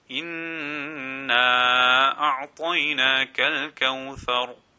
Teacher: we have inna ghunna on the noon, and the ta is pronounced with a full mouth